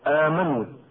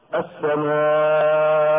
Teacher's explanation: غير ان الهمز في المد البدل متقدم على حرف المد كما في كلمة آمن. اما في المد المتصل فالمد متقدم على الهمز كما في كلمة السماء